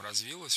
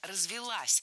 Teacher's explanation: Ударение ставим на окончание. · Shown in: second take